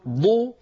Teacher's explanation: هناك اندفاع لللسان إلى الأمام كما أسلفت أن الاستطالة اندفاع اللسان إلى الضو، ولكنه سريع. · Term: الضاد